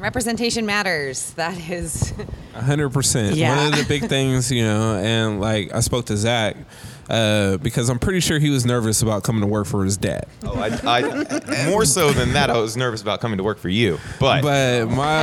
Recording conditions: busy venue